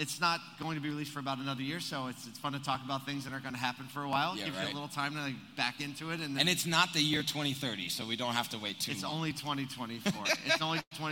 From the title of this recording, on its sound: Live From ASOTUCON Monday 2022